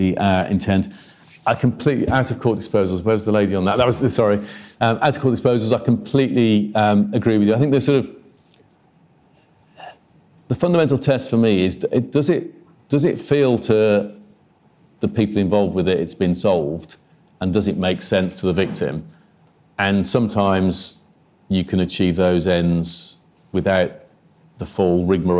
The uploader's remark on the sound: Institute for Government. A Q&A with the in-person and online audience.